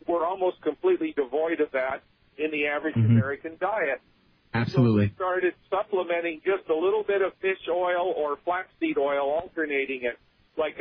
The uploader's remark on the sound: In this episode we take phone calls from listeners.